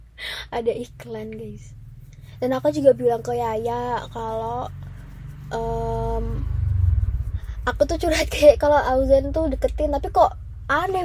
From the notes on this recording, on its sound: In the car.